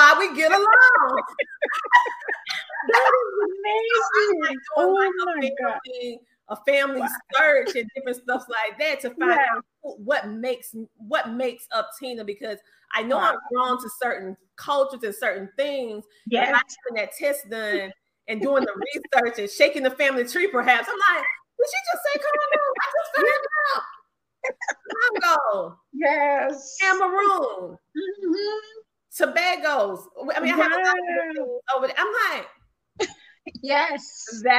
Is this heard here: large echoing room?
no